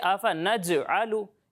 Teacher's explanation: جب آپ جیم کی ادائیگی کریں گے نا تو اس کی آواز کو آپ نے مخرج میں ہلانا ہے · Term: کلکلہ